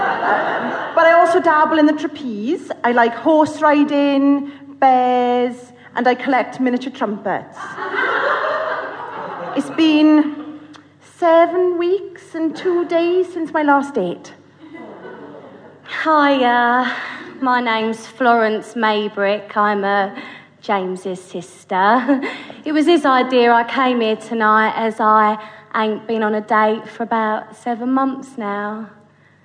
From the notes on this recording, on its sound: Narrator: full cast. Format: Original Recording. Publisher: Blackstone Audio, Inc. Recorded in front of an audience at the New Diorama Theatre.